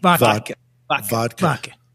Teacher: I'm not hitting the D hard enough. It's almost like a T instead of a D.